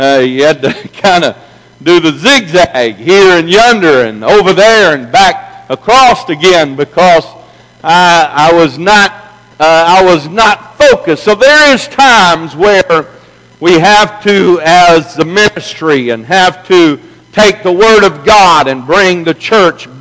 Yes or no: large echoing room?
yes